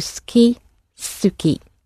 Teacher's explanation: Suki is spelt S-U-K-I. The U sound in it is hardly spoken. It can sound very squashed, as in ski, or a little bit more pronounced. Suki. So you can choose between those two, ski, suki.